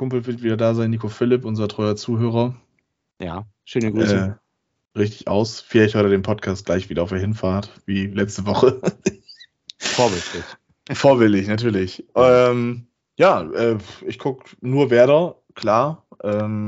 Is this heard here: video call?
yes